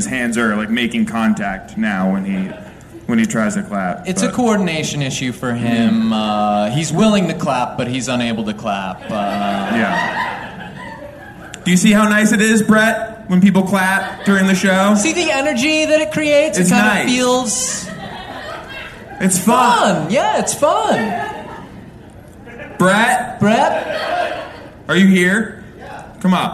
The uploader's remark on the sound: In this first ever live Hollywood Handbook episode recorded at Molly Malone's in LA. Bring a lucky fan up on stage.